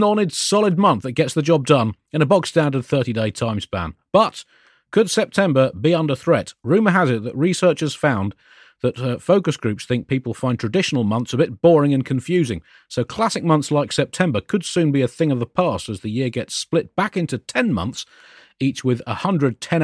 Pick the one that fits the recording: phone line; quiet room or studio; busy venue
quiet room or studio